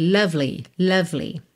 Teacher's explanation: E atenção com esse lovely, que você vai do V direto pro L.